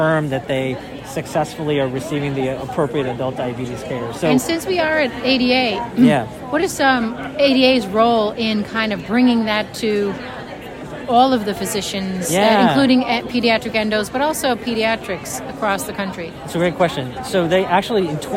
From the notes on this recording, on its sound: recorded during the ADA 2023 Conference